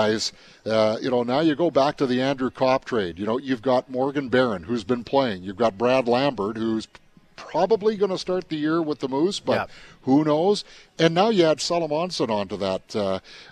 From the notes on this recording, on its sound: LIVE at Jets Development Camp